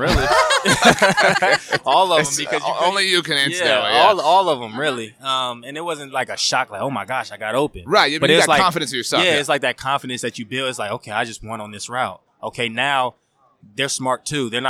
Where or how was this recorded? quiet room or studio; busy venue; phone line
busy venue